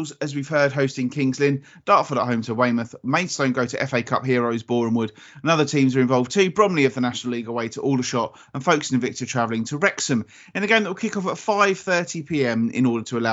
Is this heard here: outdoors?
no